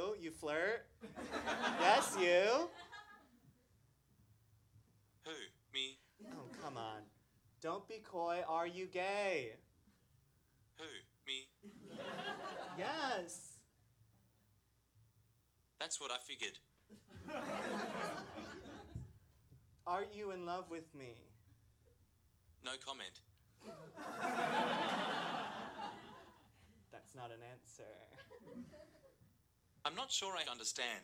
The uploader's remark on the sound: Recorded Live at Union Hall